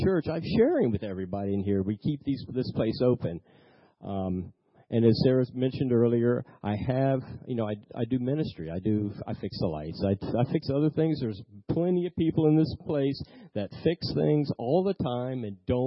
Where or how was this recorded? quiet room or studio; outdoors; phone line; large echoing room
large echoing room